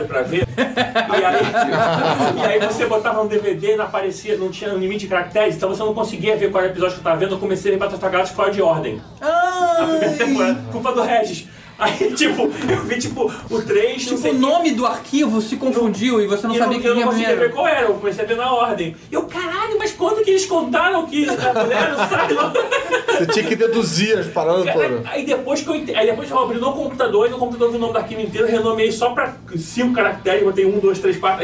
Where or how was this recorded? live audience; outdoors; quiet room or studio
live audience